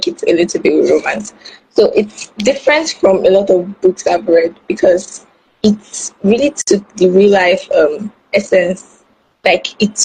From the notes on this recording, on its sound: I apologize for the breaking audio in advance. Nigerian network providers are so unreliable and many times, we have to record as we see it.